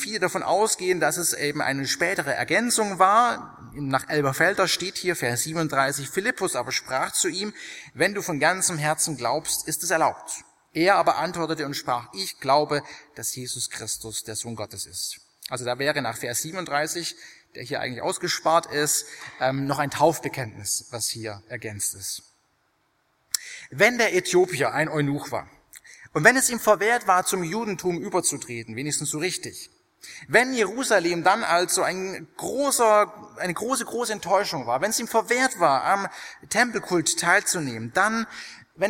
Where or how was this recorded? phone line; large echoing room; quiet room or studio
large echoing room